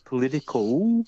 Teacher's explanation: the South Australians will put the L behind the front teeth, the top front teeth for the first L, but they'll leave it lying for the second L.